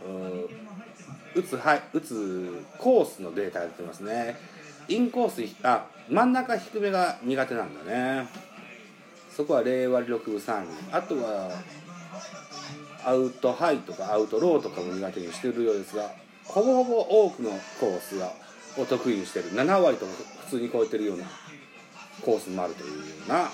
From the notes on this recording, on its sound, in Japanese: ナゴヤドーム。Radiotalk。IPad収録版。